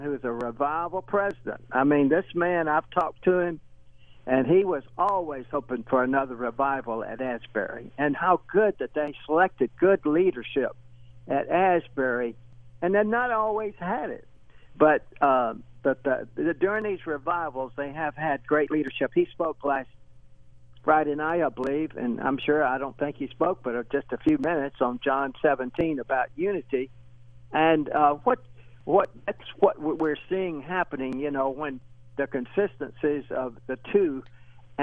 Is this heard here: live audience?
no